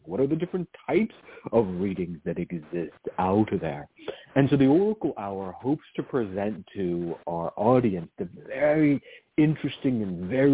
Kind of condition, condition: link, phone line